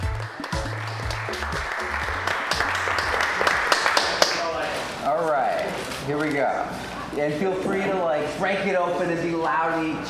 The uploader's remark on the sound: LIVE At Golden Coast Mead. This is the first time running through the 5 Steps to an Abundant Future in front of an audience & with local representatives of the 5 Steps speaking as well.